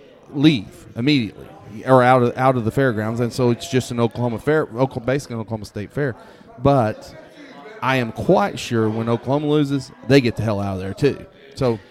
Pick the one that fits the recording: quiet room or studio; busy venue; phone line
busy venue